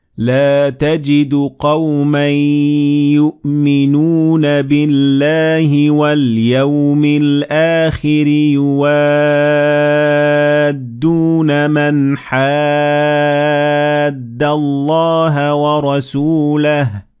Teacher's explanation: we have actually many different types of med, but we dealt with them all the same way. So we extended all of them as 4 harakat.